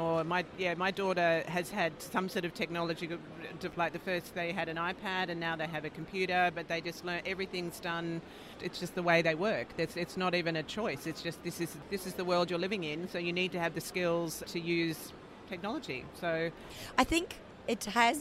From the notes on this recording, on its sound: Took the podcast on the road to the INTA Annual Meeting in Singapore. We hosted our podcast studio at the Billtrader Expo Booth.